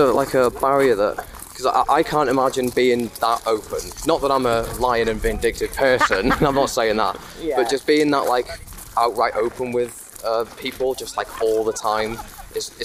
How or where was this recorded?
outdoors